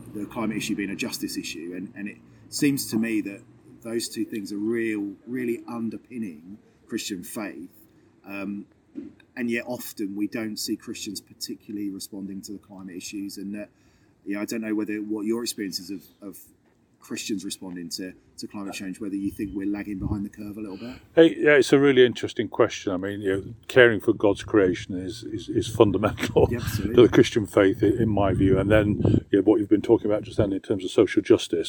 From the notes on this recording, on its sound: You can hear the wind blowing rough and ready as they sat outside the Cathedral!! Connected is produced by the Youth Connectors at the Diocese of Gloucester.